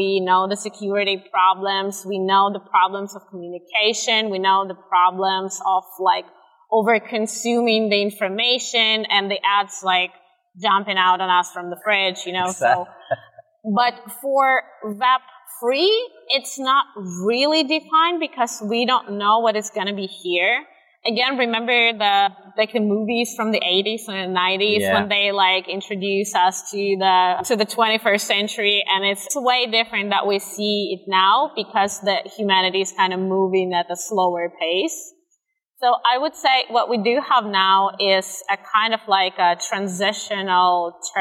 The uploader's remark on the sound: This episode was recorded outside at the Altice Arena in Lisbon during Web Summit.